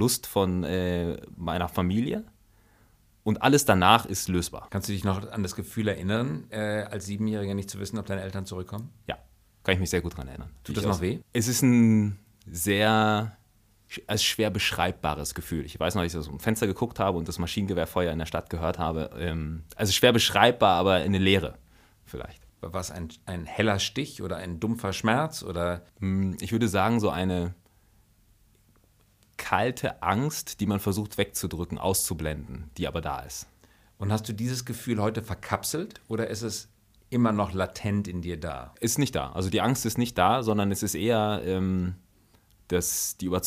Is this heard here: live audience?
no